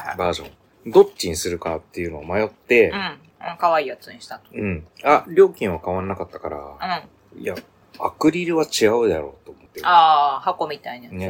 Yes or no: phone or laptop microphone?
yes